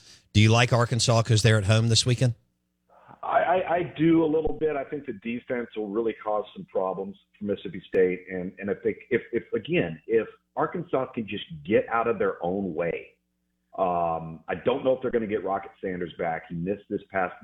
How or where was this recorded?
phone line